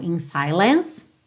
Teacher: Termina nesse som do C, não vai pro E, o E é mudo